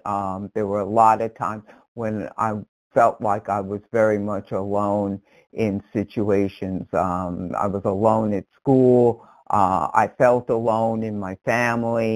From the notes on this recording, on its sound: 100 Pounders Phone Meeting.